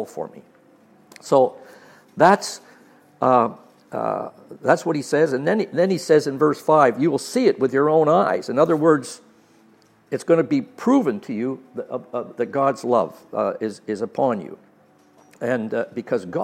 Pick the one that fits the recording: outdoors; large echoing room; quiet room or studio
large echoing room